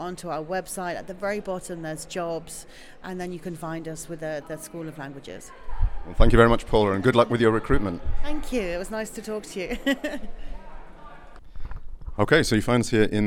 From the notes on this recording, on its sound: KOTESOL 2023: “Man-on-the-street” from Seoul.